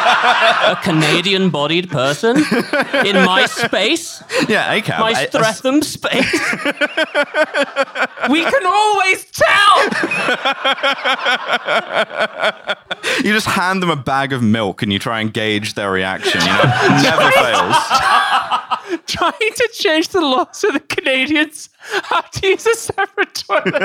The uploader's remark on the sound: Recorded live at the Streatham Space Project.